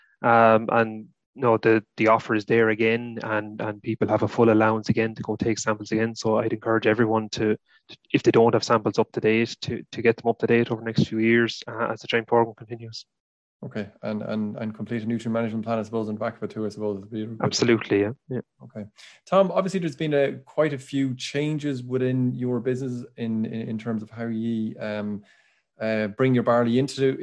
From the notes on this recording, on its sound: Revisits the questions and answers from the Malting Barley Webinar. Answered questions that were asked by attendee farmers during the webinar.